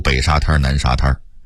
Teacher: 沙滩在北京话里一定得加儿音读沙滩 · Term: 儿化韵